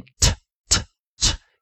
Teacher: 前方是一个清辅音 s，所以 ed 要念 t tt，也是念清辅音